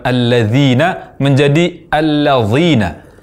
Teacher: Yang kedua, mengucapkan huruf dzal dengan tafkhim. Yakni huruf dzal terucap tebal sebagaimana huruf dha